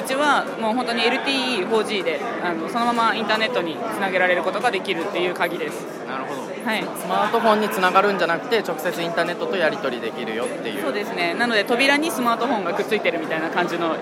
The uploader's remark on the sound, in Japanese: 今回の配信は出張録音です。ラスベガスで2019年1月8日〜11日に開催された世界最大の家電見本市「CES2019」での収録。ラスベガス Caesars Palaceより。